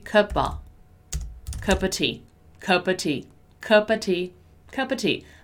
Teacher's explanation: When we say cup of tea a little faster, we're gonna once again turn that of, the word of, into a.